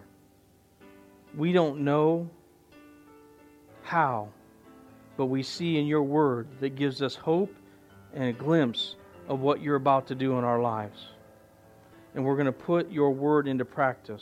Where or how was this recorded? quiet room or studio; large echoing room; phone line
large echoing room